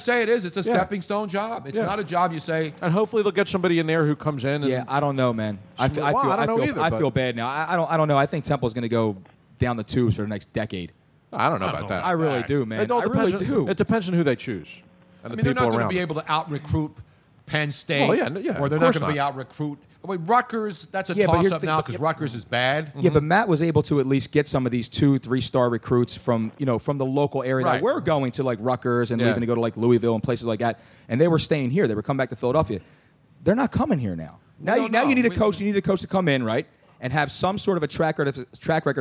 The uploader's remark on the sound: Live from MOONSHINE.